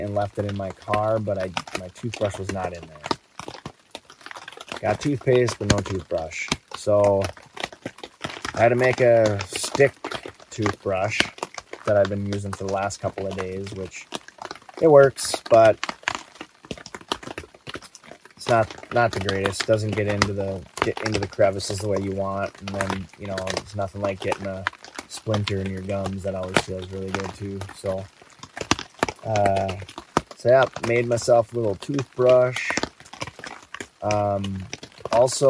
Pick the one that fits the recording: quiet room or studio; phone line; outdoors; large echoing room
outdoors